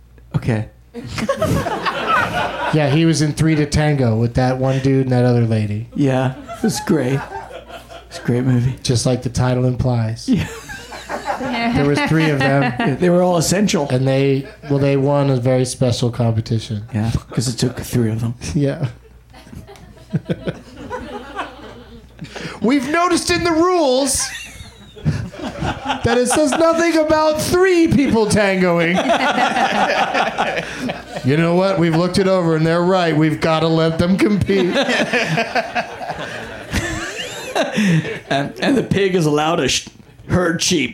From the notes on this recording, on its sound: Back home at the UCB Franklin in LA